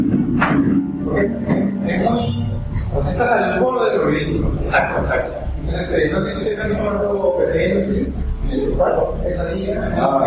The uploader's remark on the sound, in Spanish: Hicieron en el Instituto Océano un evento alrededor de la literatura de terror y me invitaron a hablar por una hora. El audio no es ideal.